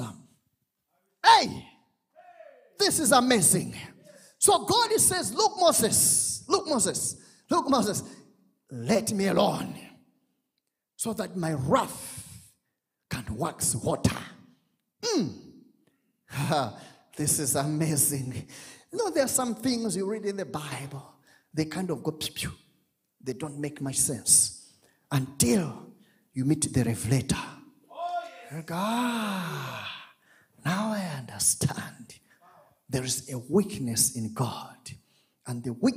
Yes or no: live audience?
yes